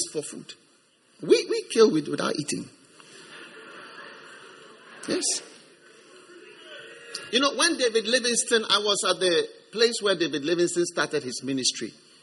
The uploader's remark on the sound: Preached at the First Love Center, Accra.